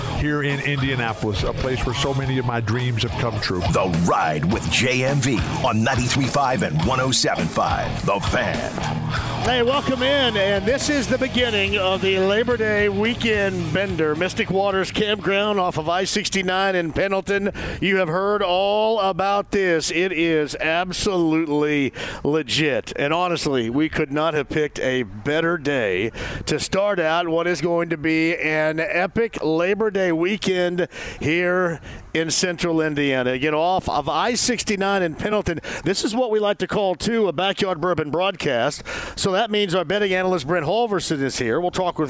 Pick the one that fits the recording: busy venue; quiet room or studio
busy venue